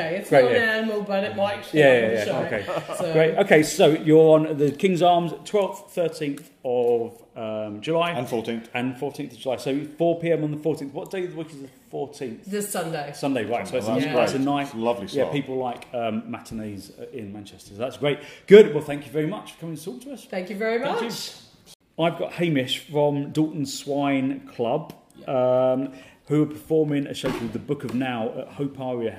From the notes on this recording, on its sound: WFTS Podcast from The Greater Manchester Fringe Festival. We're at the Greater Manchester Fringe Festival launch during this episode.